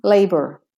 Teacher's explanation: So the only syllable in the British and the Australian that is stressed is the ray syllable in courageous.